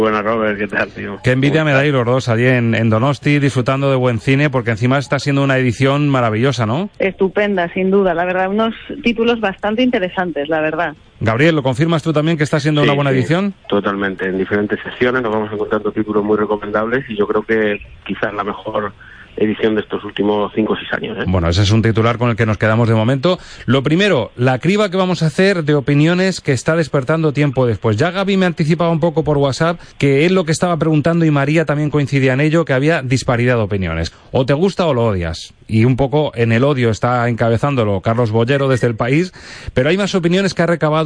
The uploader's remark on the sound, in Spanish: Conectamos con nuestros ‘espías’ festivaleros en San Sebastián